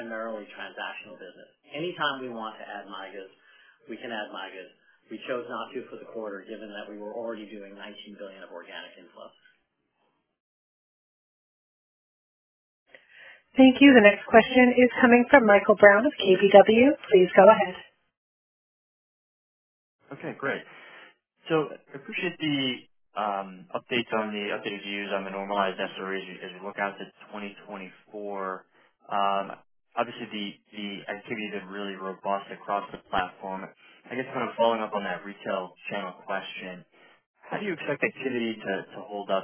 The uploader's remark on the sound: Earnings Conference Call